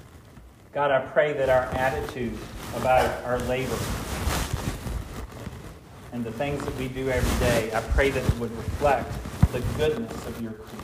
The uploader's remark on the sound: This sermon was preached at Hope Fellowship